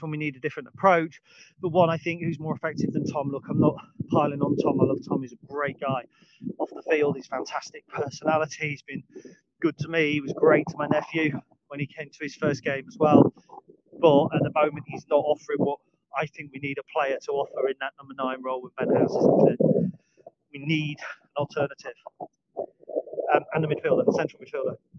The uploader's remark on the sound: Recorded on the dog walk. This is filmed outside and on video, so the sound quality may differ from the usual podcast.